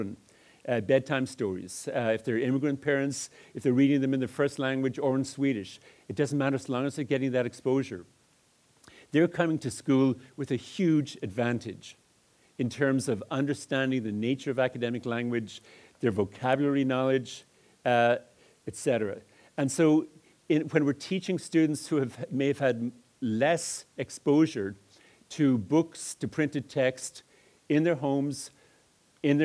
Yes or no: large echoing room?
yes